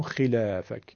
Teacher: وقتی که حرف خاء در کسره قرار میگیره، بخش زیادی از اون درشتیش سقوط میکنه. · Term: تفخیم